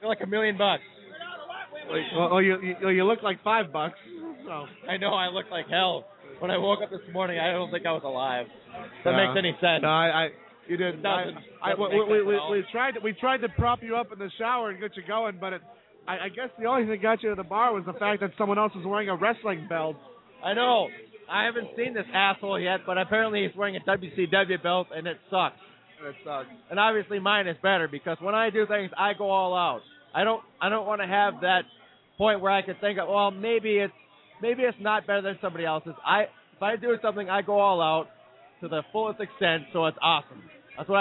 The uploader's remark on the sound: Live from Lambeau Field!! LIVE from the shadows of Lambeau Field on Super Bowl Sunday! Hopefully get some bystanders to make comments on the game!